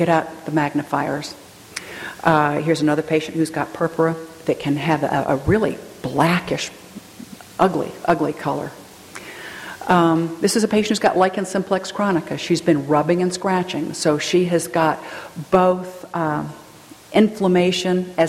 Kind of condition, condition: setting, live audience